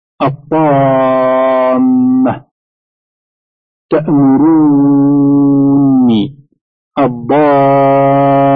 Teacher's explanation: المد اللازم وهو ست حركات، وهو ما يأتي بعده ساكن أو شدة